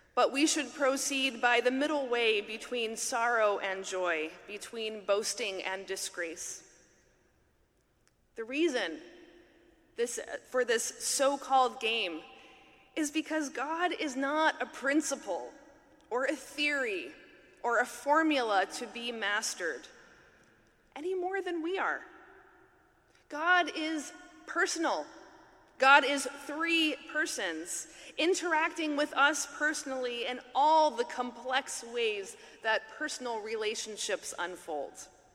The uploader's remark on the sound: talk at the 2023 Mockingbird conference in New York